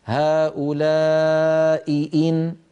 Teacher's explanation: لابد من بيان الهمزتين وألا يضيع صوت إحدى الهمزتين بسبب المجاورة · Term: همزتان